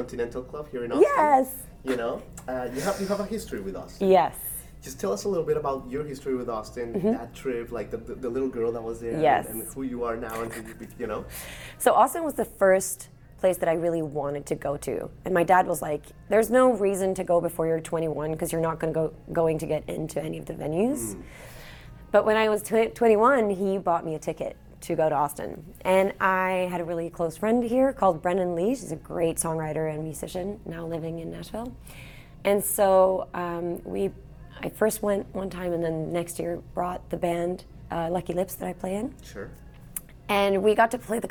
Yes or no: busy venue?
yes